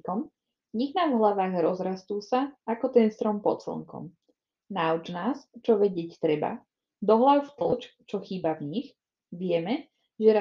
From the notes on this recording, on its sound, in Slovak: Taktiež sa stal menší nešvár a to, že nám ku koncu epizódy začal mierne zlyhávať mikrofón. Prosím, odpustite nám menej kvalitné audio a zvýšený počet strihov.